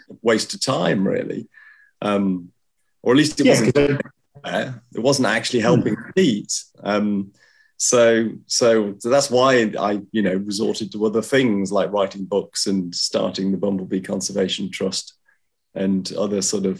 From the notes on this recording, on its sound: on Zoom